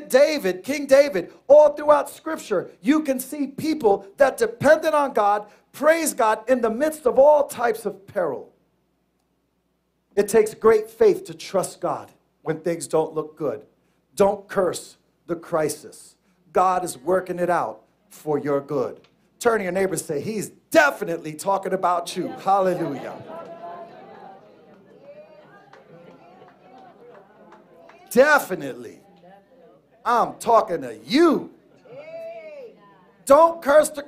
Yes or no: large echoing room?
yes